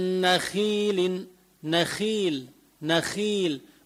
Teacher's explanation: أما الخاء لو كسرت بروح تفخيمها · Term: ترقق